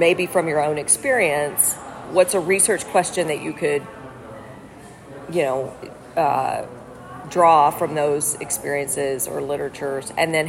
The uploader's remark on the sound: Recorded live at the 2023 Academy of Management Annual Meeting.